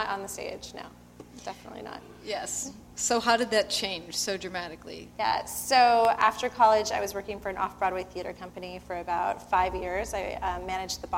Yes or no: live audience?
yes